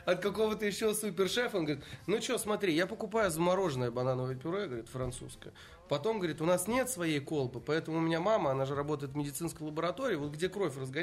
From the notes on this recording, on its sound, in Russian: Это очередной выпуск, записанный во время SPBCW 2023.